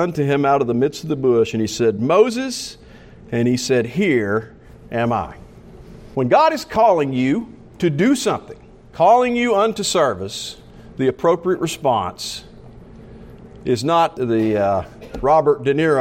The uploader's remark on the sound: Preached during the morning service of the Saturday meeting.